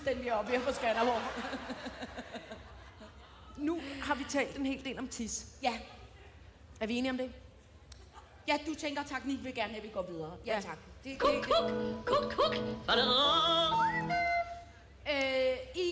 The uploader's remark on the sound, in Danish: Live fra Skanderborg!